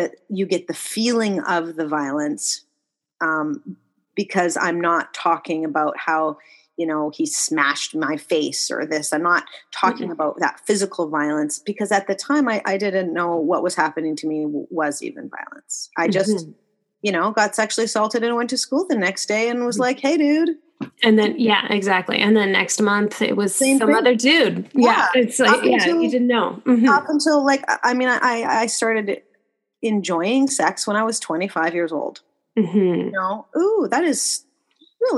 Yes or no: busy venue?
no